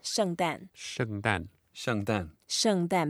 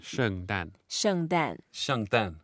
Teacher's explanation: Both are fourth tone. Both are fourth tone. Okay, so we're going down and down.